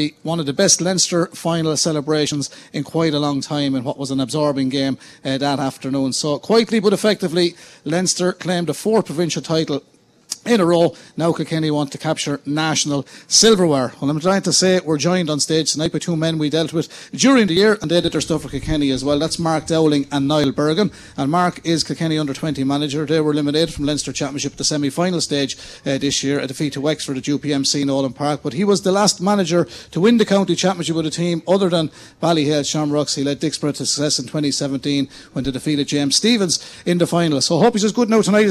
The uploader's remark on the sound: Listen back to KCLR and the Scoreline team live from Brogans Bar & Yard in Kilkenny for a very special preview show.